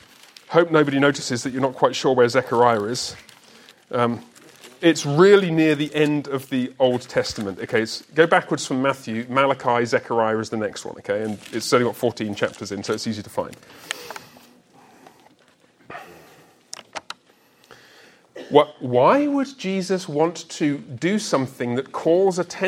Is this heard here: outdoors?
no